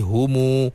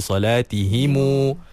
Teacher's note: dia menghidupkan huruf mim itu dengan mad dua harakat. Contohnya hum jadi humu. · Term: silah mim jama'